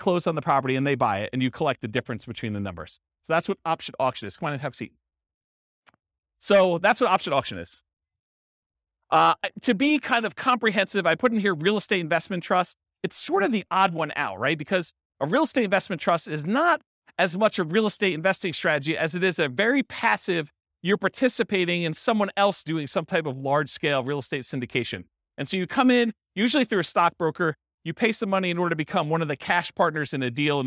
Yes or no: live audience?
yes